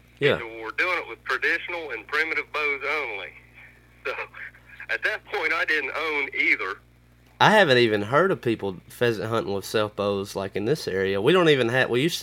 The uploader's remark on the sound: burnt the phones lines to Southern Ohio